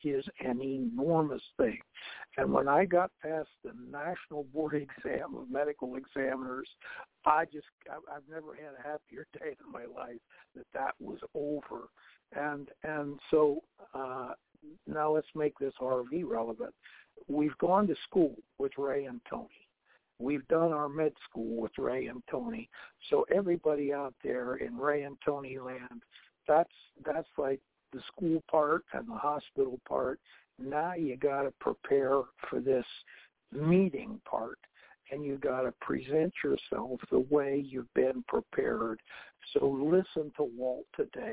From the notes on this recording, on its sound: TNTSuperfantastic Conference Call